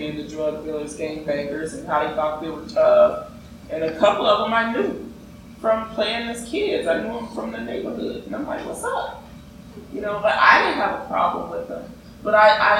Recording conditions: background noise